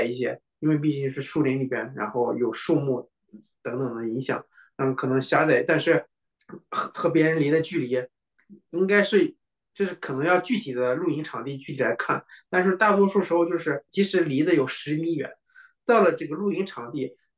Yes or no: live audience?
no